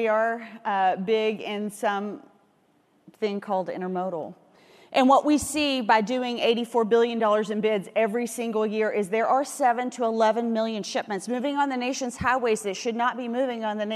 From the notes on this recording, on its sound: the Day02 Industry Keynote from FreightWaves LIVE Chicago 2019